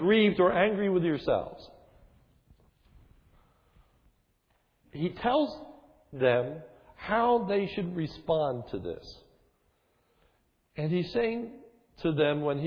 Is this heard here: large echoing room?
yes